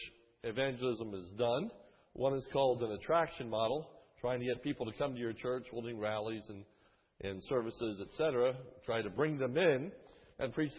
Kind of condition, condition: setting, large echoing room